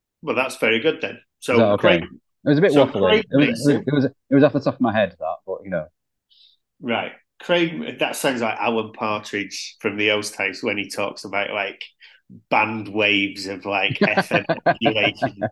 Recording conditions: video call